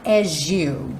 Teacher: esse as you pode soar as you. O S acaba ganhando um som de J.